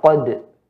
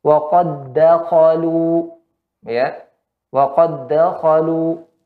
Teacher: kalau diwakafkan pada qad aja ada qalqalah qad tapi hilang karena hurufnya semisal.